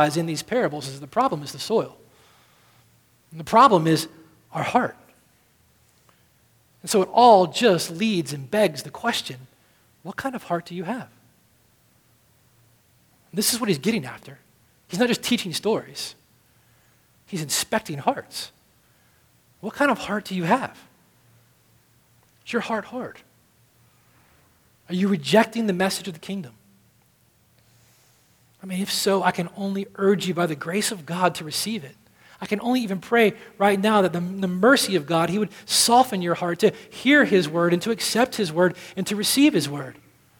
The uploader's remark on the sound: at Redemption Hill Church on Sunday, May 12th, 2013.